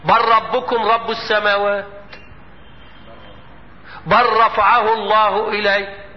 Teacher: حكم الادغام اللام في الراء، سواء كانت اللام لام حرف او لام فعل